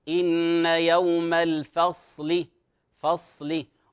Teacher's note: الفاء مجاورة مرققة، الفاء مجاورة للصاد، للصاد، الصاد من حروف الاستعلاء، الاستعلاء التفخيم، فلا نقول إن يوم الفا فا، لا، الفاء مرققة، إن يوم الفصل فصل، وكذلك الصاد لا إشمام، لا إشمام في تفخيم الصاد، انتبهوا، لا نقول إن يوم الفصل فصل، هذا خطأ.